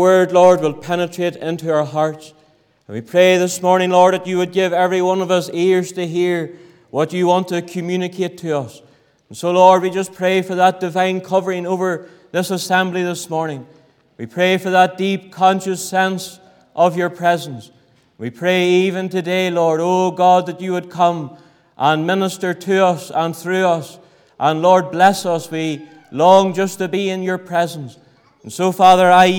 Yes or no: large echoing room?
yes